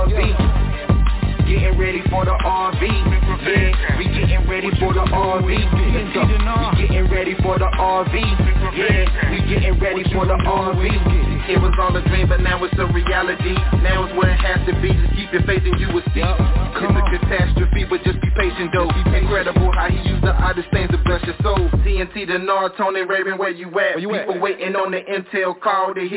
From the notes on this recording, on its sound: TNTSuperfantastic Conference Call